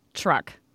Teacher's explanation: for many people, the T will sound more like a CH. · Term: assimilation